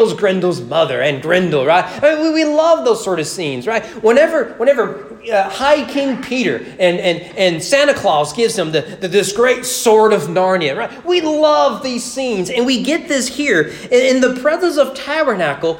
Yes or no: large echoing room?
yes